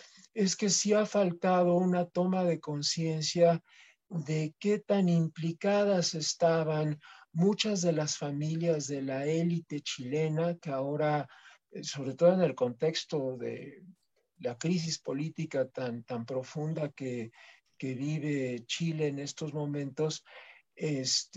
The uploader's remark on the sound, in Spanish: Se transmitió vía ZOOM y Facebook Live